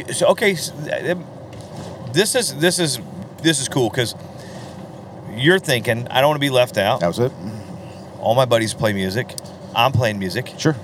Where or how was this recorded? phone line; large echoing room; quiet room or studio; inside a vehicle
inside a vehicle